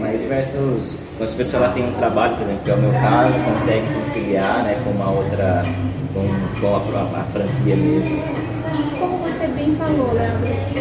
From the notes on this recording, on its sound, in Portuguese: Confira este episódio que foi gravado no Recife durante a convenção dos franqueados da Clube Turismo.